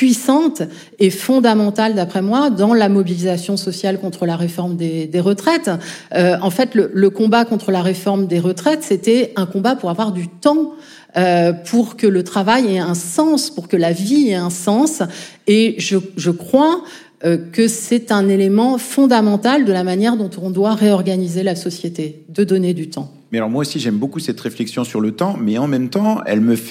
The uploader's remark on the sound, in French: Enregistrement en public de Chaleur humaine, le 21 novembre 2023 à Paris, à la Bibliothèque nationale de France. Merci à la BNF pour son accueil.